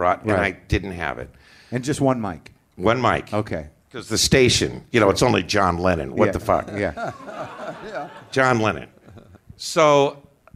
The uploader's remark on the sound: Recorded in front of a live audience at the LA Podfest.